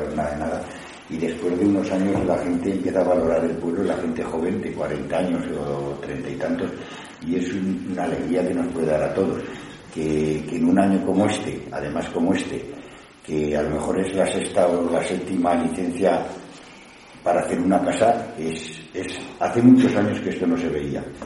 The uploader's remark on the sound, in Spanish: Sesión Ordinaria del Pleno del Ayuntamiento celebrada en el Salón de Actos del Ayuntamiento de Cella (Teruel).